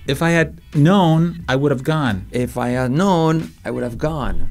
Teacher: So we stress known and gone, right?